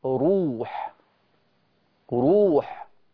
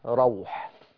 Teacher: أما في الكلمة الثانية فالراء مفتوحة، روح. يبقى في الكلمة الأولى بضم الراء، وفي الكلمة الثانية بفتح الراء